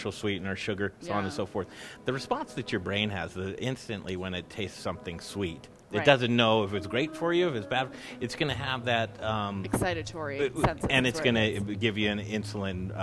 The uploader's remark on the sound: Live from Nurture, A Wellcare Marketplace!